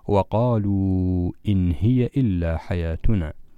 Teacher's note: في كلمة وقالوا إذا وقفنا عليها فإن الواو فيها يمد مدا طبيعيا، ولكن إذا أوصلناها بما بعدها وقالوا إن هي إلا حياتنا، فبسبب مجيء الهمزة بعد الواو سنمد الواو مدا طويلا. لاحظوا وجود علامة المد على الواو، يعني ذلك أن الواو يأخذ مدا طويلا بسبب مجيء الهمزة بعده.